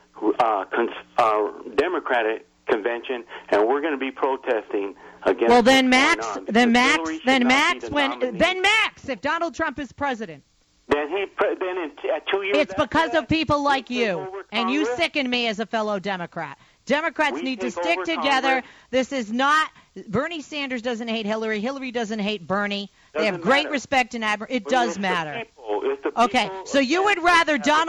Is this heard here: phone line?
yes